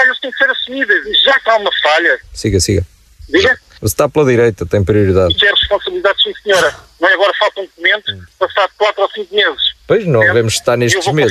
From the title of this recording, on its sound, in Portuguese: RFM - Telefonema